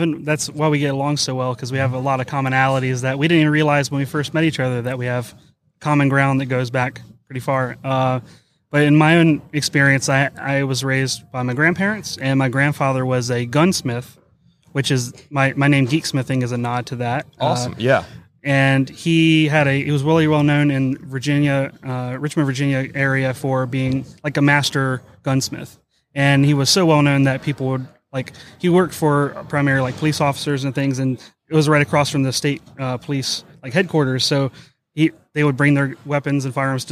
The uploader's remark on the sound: LIVE from WORKBENCHcon 2022.